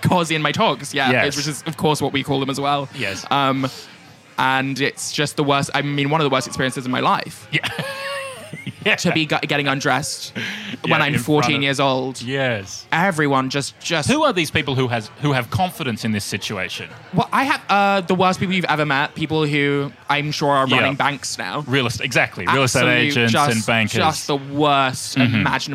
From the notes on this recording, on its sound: We’re taking you backstage at Comedy Republic. We're recording heaps of bite-sized episodes live in the green room.